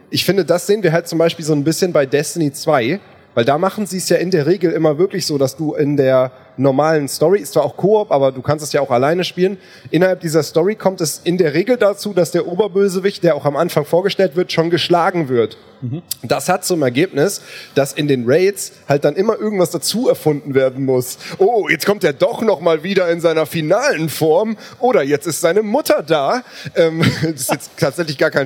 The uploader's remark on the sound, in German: Aber heute wollen wir diesen Streit ein für alle Mal beilegen - auf der CAGGTUS in Leipzig, live und in Farbe.